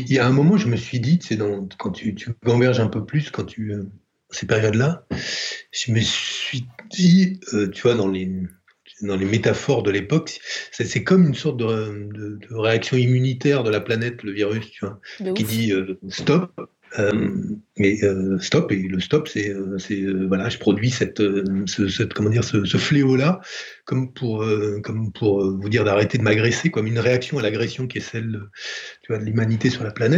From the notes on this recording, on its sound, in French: Depuis sa masure dans l’sud-ouest, reçoit sur Skype celles et ceux qui se sont déjà assis·es sur le velours de son canap’. Cet épisode a été enregistré en confinement.